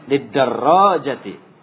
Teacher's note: Jimnya jangan panjang ya. Yang panjang hanya ro.